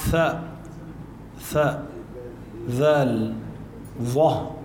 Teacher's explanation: ما بدنا نقول تكذبان بالزاي بالذال، تكذبان من الأحرف اللثوية، بتحط اللسان بين الأسنان بين الثنايا بطلع معك ثاء ثاء ذال ظه، هولي ثلاث حروف الأحرف اللثوية.